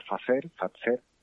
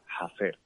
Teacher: Esa F se fue perdiendo y en el siglo XVI más o menos, a finales del XVI, principios del XVII, quedaba una aspiración